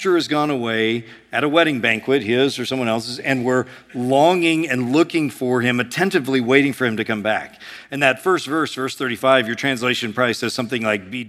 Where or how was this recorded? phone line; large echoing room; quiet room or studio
large echoing room